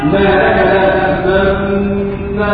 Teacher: الإشمام ضم الشفتين فيها ما لك لا تأمنا على ذنوب شفتين.